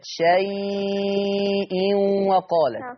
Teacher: كلمة شيء ورش هيقراها أربع حركات